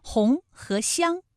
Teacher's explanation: 它们都是后鼻音，分别有后鼻韵母 ong 和 ang